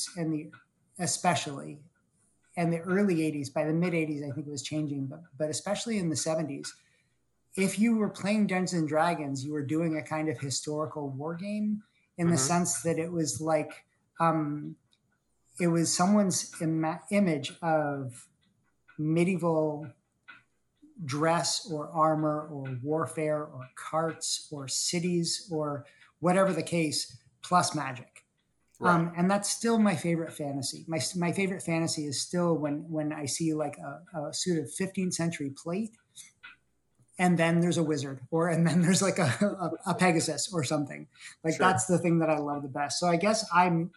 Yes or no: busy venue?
no